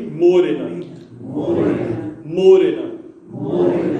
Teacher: the emphasis has to be on that first syllable